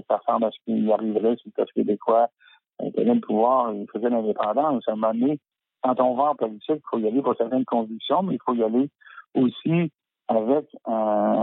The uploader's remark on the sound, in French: reçoit au téléphone